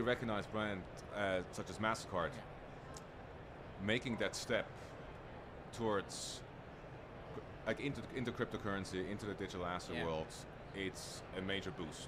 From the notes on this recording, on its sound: Recorded at Money 20/20 in October 2022.